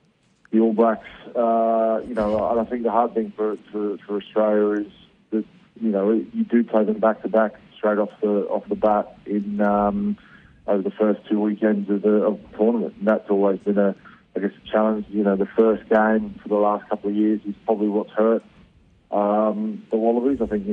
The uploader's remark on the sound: phones